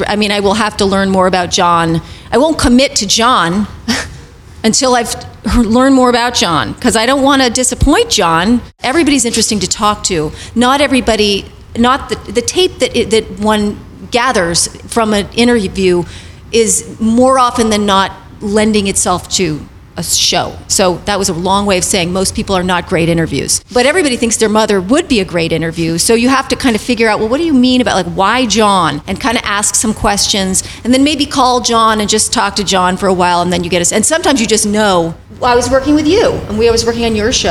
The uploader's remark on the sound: we tune in on a live panel discussion